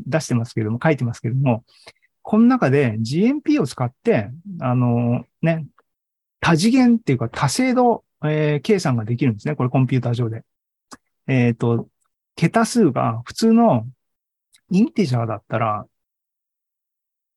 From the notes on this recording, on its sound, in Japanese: ２０２２年１０月２６日に開催した ZOOMライブの模様です